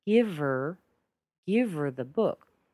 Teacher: we're going to take off that H, make a really short a schwa plus an R, and we'll have just give her the book.